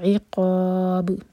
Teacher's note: इसको मार कर लीजिएगा और इक़ाब क़ा चार हर का लंबा बा पर रुकेंगे तो बा पर क़लक़ला करेंगे और ये क़ा जो खींचेंगे ये है मद अदल सुकून अल्हम्दुलिल्लाह